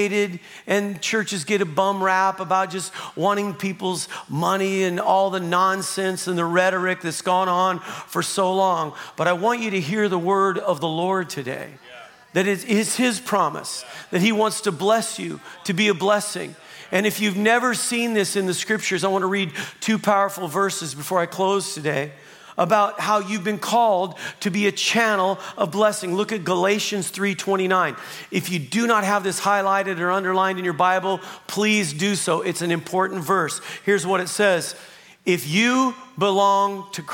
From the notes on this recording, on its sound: Broadcasted live from The Father's House, Vacaville, CA.